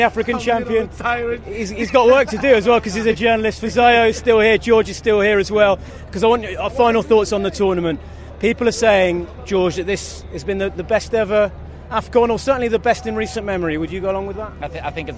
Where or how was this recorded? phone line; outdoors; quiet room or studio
outdoors